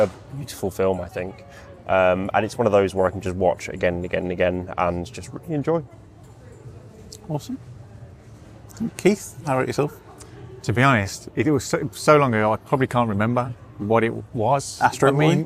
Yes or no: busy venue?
yes